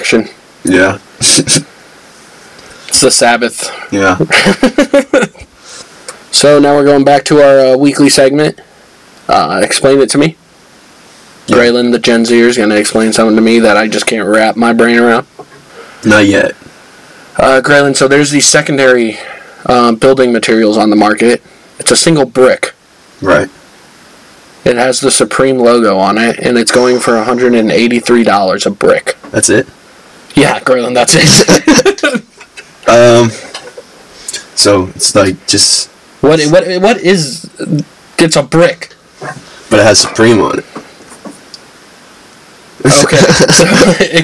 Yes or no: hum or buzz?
yes